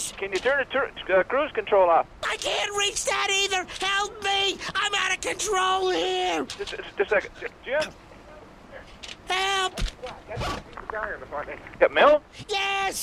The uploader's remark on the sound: Prank Phone Calls